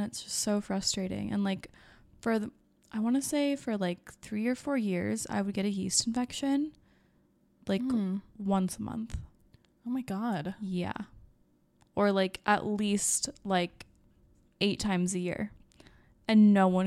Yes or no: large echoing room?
no